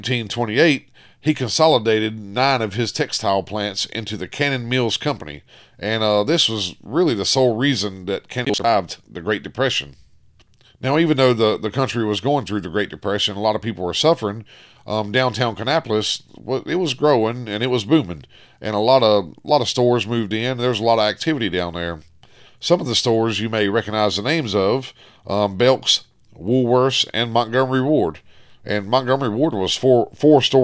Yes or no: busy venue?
no